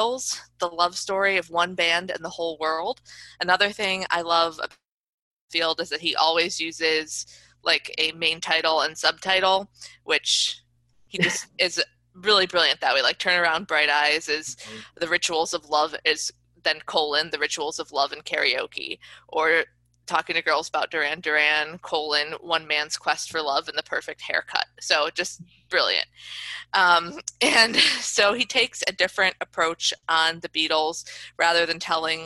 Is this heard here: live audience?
no